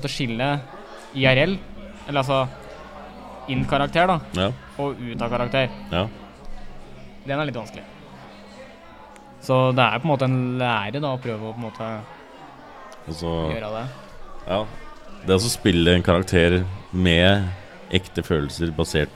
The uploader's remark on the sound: LIVE PODCAST